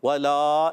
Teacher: واؤ کی ادائیگی ہونٹوں کی گلائی سے، واؤ پر زبر حرکتیں نہیں کھینچیں گے، ہونٹ گول ہو جائیں گے